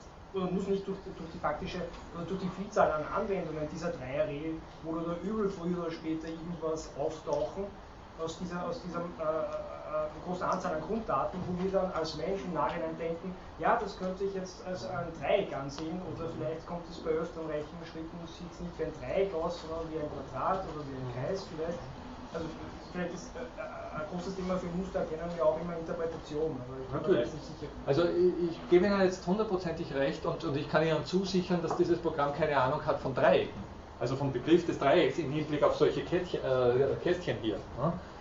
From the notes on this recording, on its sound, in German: Diese Vorlesung wurde von Studierenden der Uni Wien aufgenommen